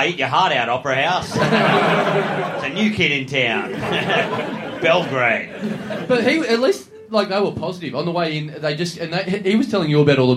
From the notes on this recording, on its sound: SYDNEY! Big live podcast and stand-up show.